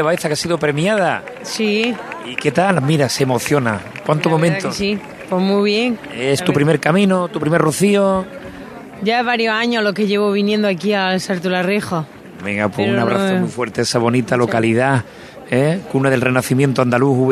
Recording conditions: outdoors